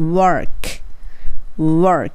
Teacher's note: エアの R をしっかり聞かせて